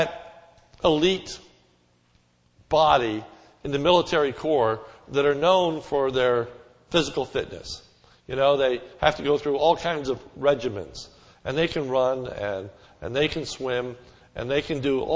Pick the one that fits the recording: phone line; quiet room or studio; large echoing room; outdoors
large echoing room